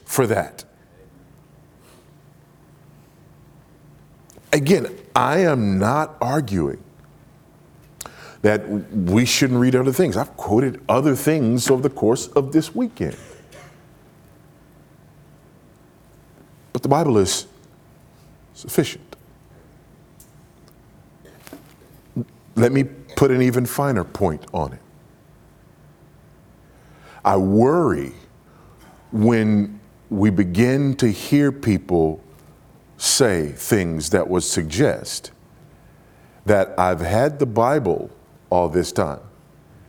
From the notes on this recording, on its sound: at the Southeast Founders "Do Justice, Love Kindness, Walk Humbly" regional conference in Cape Coral, Florida